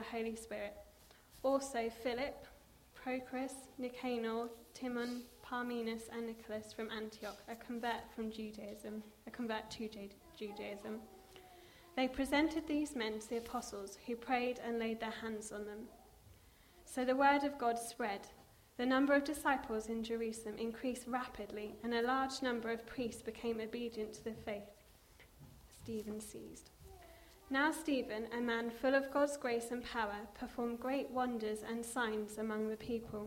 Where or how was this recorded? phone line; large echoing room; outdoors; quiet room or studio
large echoing room